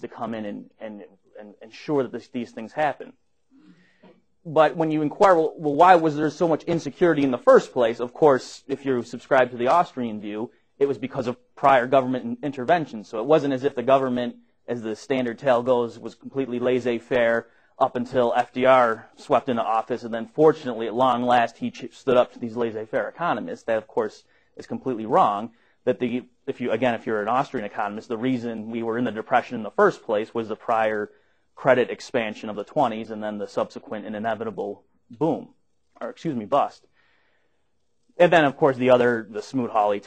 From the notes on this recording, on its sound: Recorded at the Mises Institute.